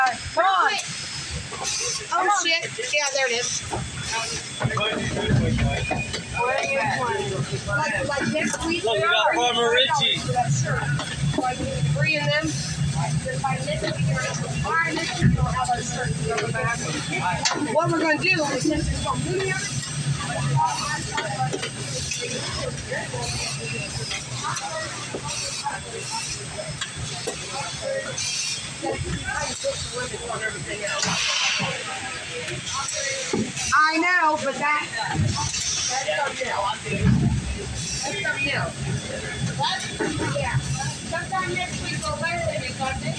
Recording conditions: sounds in the background